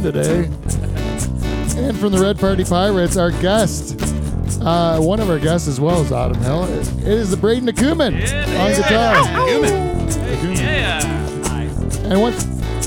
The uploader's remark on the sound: The Dutch Hall turns into a Dutch oven in this hot addition of Live From the Dutch Hall.